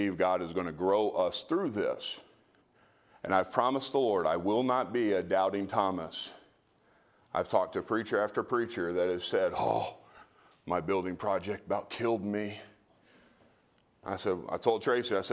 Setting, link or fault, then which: setting, large echoing room